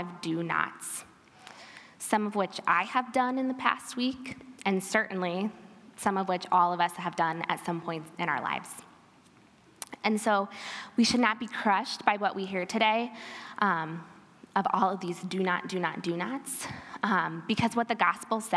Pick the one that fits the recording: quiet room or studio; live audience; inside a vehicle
live audience